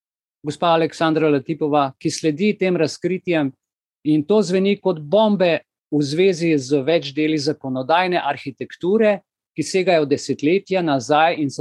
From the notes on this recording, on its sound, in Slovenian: Zoom srečanju, ki je pred vami